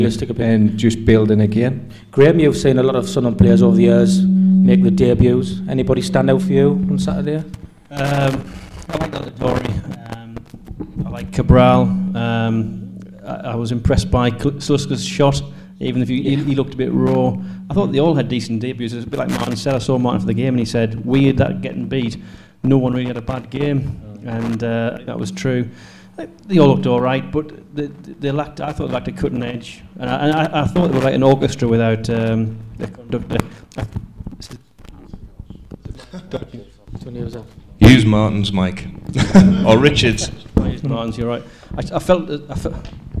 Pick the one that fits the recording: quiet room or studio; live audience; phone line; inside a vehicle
live audience